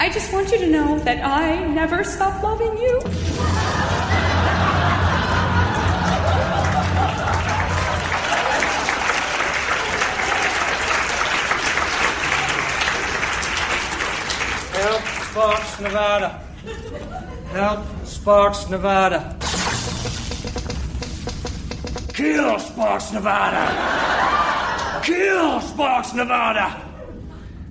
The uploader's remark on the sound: Recorded Live 8/6/2011 at Largo, Los Angeles.